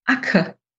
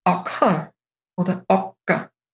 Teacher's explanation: Also das kurze A im Alemannischen bleibt eben ein kurzes, sogenanntes helles A. · Shown in: first take · Ganz grob, also in Vorarlberg sagt man Acker.